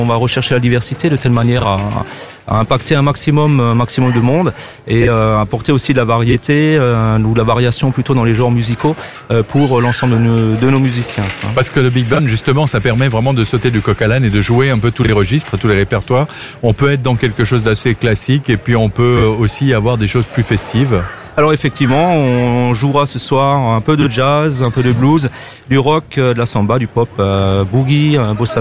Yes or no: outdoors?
yes